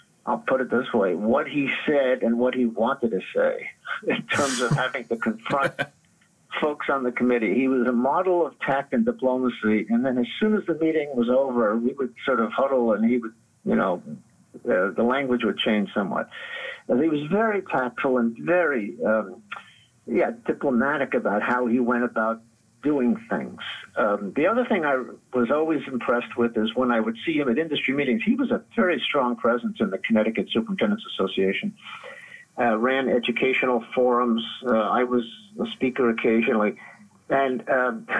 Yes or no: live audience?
no